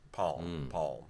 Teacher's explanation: my pronunciation is a slightly rounded palm and a little bit of a velarized L afterwards